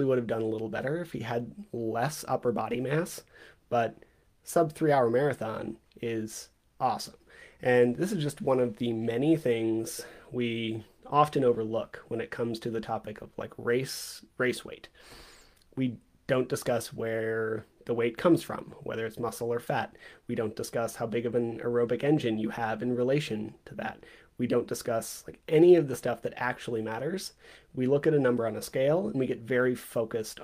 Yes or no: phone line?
no